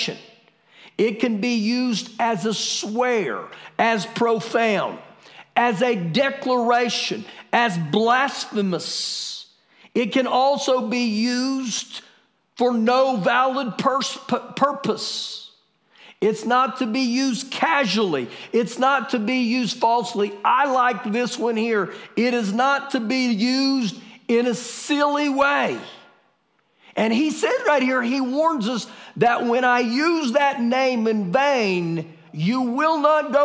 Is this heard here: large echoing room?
yes